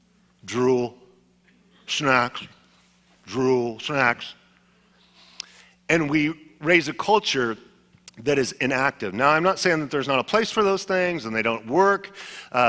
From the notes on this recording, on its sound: Was a sermon delivered as part of the Anchored Series at Godspeak Calvary Chapel in Newbury Park, California.